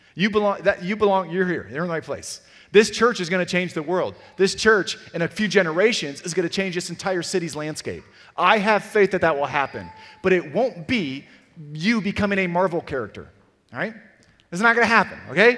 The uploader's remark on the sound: Sermon audio from CityGate Church in Portage, MI